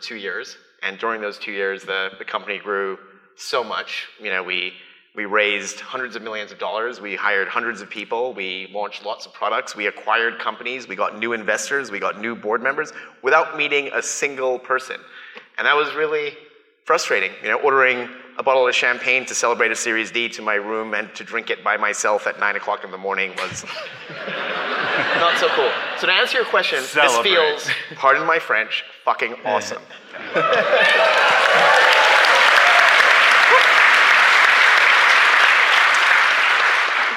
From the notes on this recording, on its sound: Live from GrafanaFest. Recorded live at GrafanaFest, the company-wide event that brought together more than 600+ Grafanistas from around the world in Whistler, British Columbia.